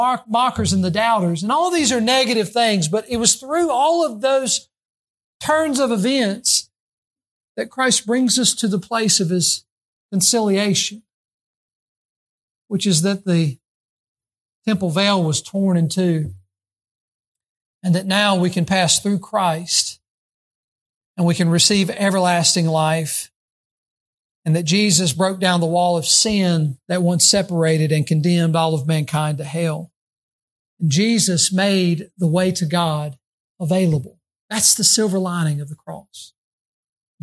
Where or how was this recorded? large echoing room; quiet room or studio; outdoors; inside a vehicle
large echoing room